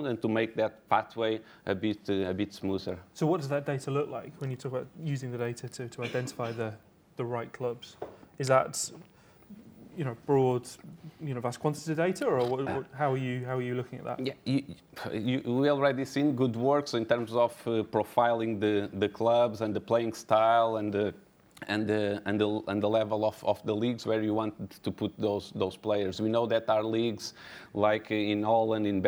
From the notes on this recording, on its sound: Recorded at the 2019 OptaPro Analytics Forum